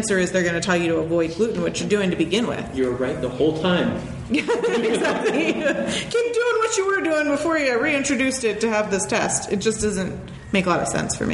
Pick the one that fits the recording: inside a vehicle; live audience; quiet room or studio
live audience